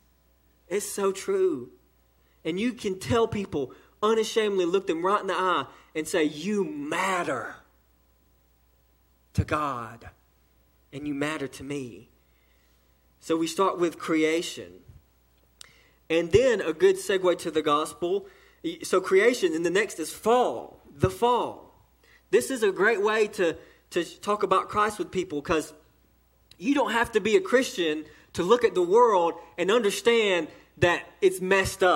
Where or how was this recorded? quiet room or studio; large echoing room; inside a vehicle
large echoing room